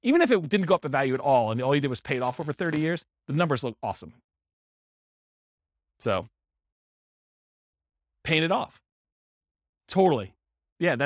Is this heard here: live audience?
yes